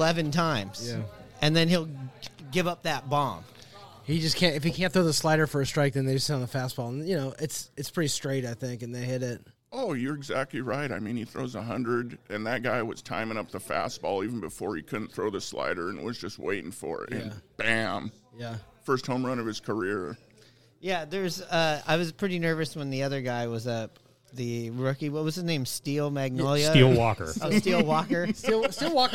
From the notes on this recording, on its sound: Live from the Vault 177 in Shoreline, WA.